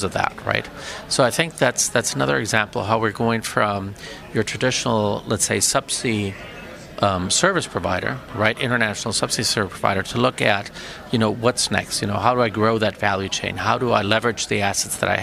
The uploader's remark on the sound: Live from Telecom Exchange (TEX) LA 2019